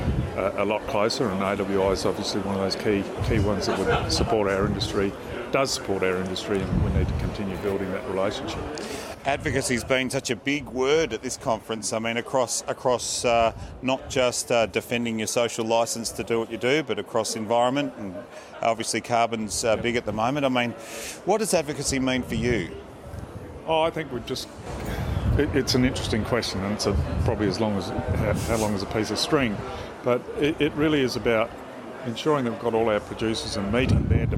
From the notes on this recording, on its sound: We also check in on the health of the sheep industry in SA at the GrowingSA conference near Adelaide.